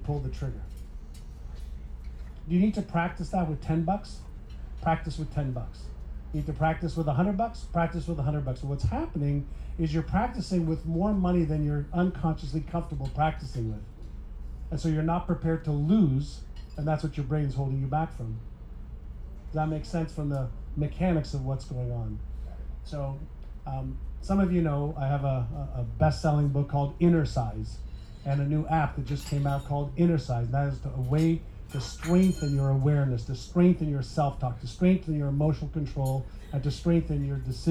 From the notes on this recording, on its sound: Today’s episode is from a VIP dinner I hosted in July 2023 with a panel of experts